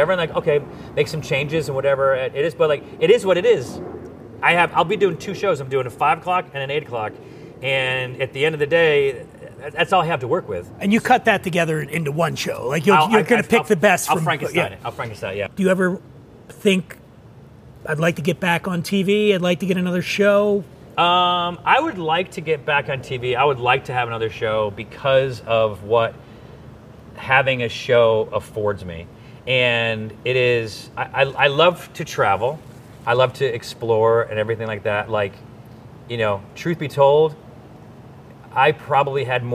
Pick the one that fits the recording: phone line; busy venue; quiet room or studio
busy venue